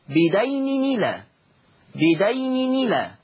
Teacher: تحريك التنوين بحركة الهمزة فتصير نون مكسورة · Term: النقل